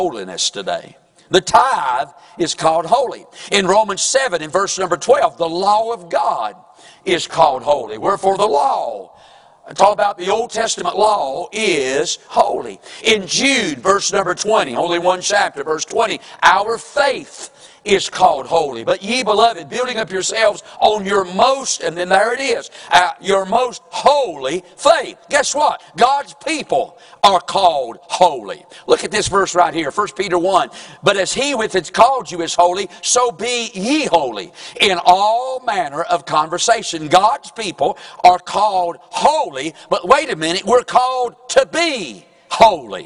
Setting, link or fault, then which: setting, large echoing room